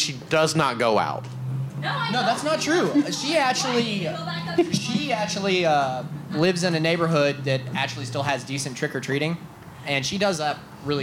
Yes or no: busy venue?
yes